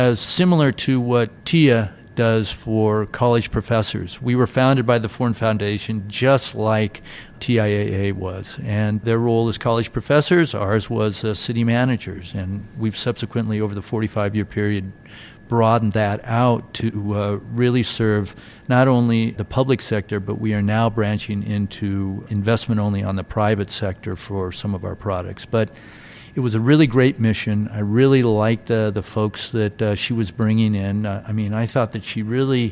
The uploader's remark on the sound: This episode took place at a recent Institutional Investor conference for Corporate Funds and Insurance Portfolios, with the core discussion about ICMA-RC occurring in front of a live audience. Live Show Begins.